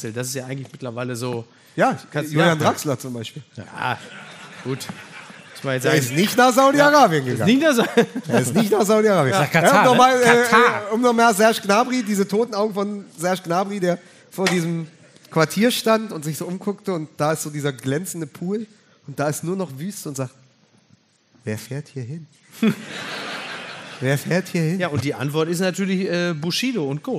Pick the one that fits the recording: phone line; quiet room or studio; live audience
live audience